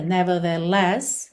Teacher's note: a gente não tem necessariamente que enrolar esse R aqui